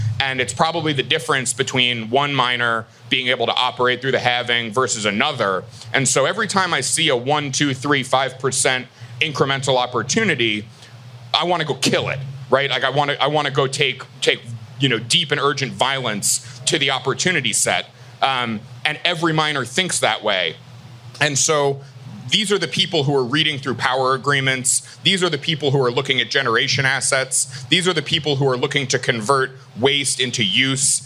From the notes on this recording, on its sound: This interview was a live recording made at the Bitcoin 2023 Conference in Miami